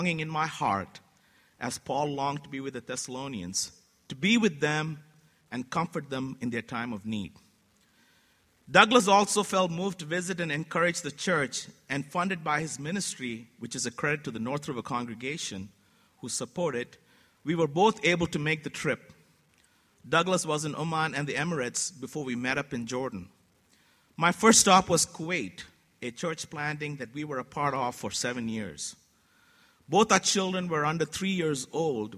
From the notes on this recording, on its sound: This sermon was recorded on June 8, 2014 a the North River Church of Christ in Atlanta, Georgia.